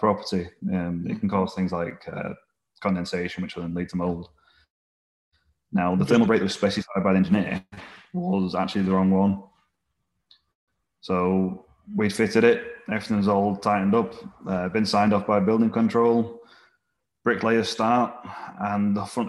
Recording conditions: video call